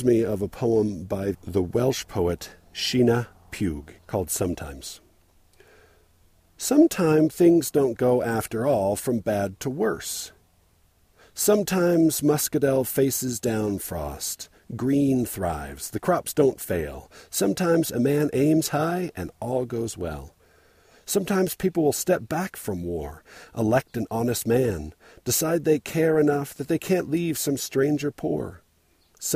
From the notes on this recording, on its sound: I recorded this while trying to find my way to the right trail, which eventually required a little off-trail bushwhacking.